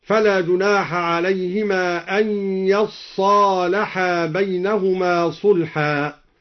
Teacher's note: قرأ الدوري فتح الياء وتشديد الصاد وبعدها ألف وأصلها يتصالحا فأدغمت التاء في الصاد